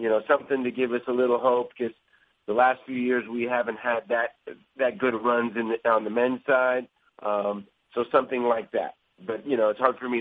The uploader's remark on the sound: U.S. Open Conference Call